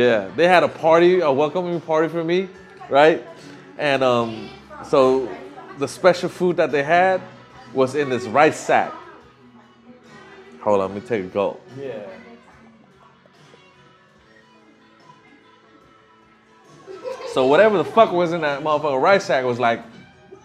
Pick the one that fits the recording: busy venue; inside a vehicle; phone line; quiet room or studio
busy venue